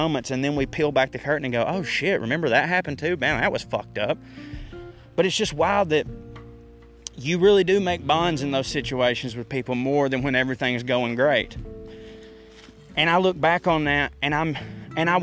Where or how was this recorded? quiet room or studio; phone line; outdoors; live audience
outdoors